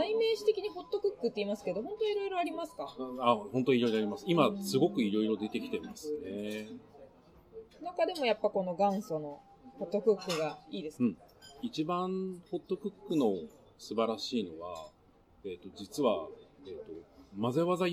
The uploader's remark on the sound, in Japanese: 喫茶店で収録したため、BGMがかなり入り込んでしまいました……がんばってノイズ除去にチャレンジしたのですが、聴きづらい箇所もあります。